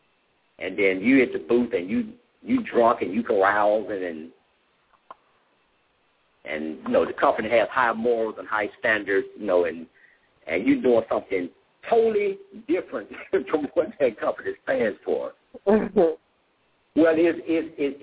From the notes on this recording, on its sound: LML uses a progressive live call in format.